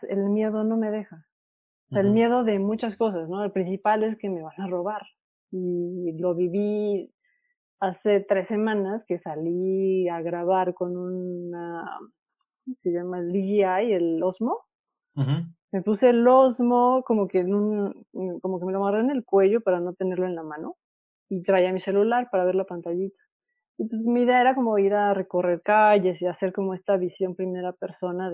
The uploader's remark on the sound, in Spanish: Durante el confinamiento del 2020. Una entrevista vía zoom.